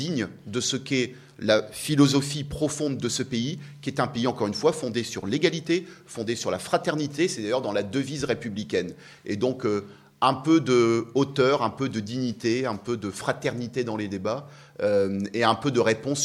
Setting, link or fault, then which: setting, busy venue